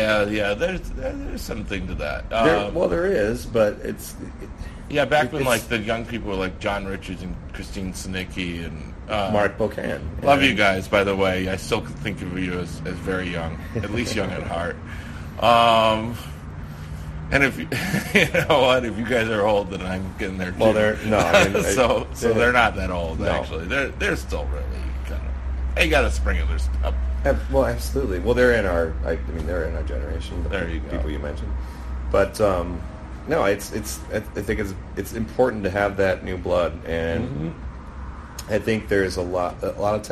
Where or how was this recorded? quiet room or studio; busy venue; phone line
busy venue